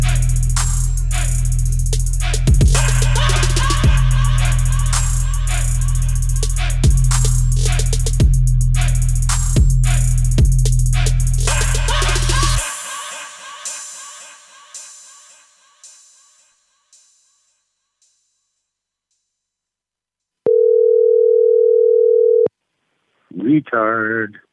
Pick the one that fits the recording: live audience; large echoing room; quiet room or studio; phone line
phone line